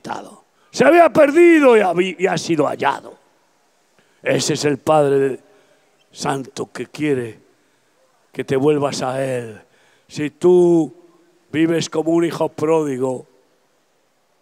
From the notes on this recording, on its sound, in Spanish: Predicación al aire libre. Campaña evangelística grabada el 27 de Abril 2023 en Valencia - España.